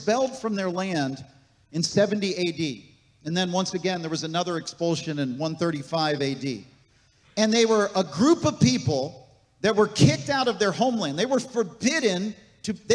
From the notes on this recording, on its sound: This message was recorded on October 15, 2023, at Gateway Church in Richmond, Indiana.